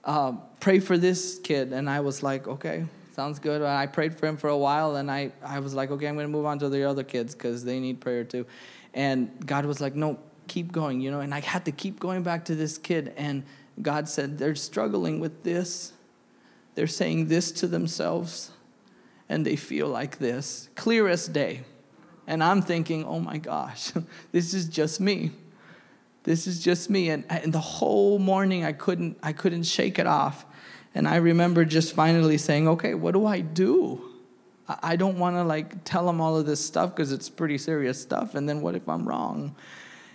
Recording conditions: large echoing room